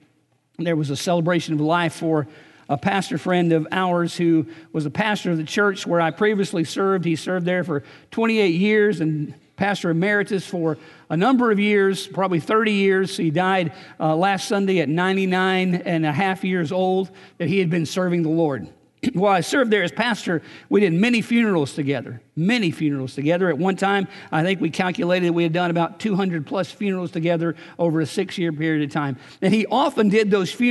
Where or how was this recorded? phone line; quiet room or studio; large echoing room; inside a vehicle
large echoing room